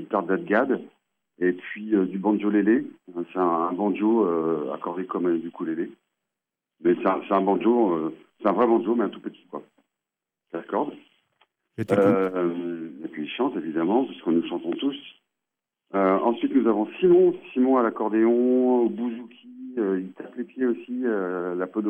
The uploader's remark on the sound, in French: En direct et sans filet ! Au Bistrot des copains. Avec une interview par téléphone.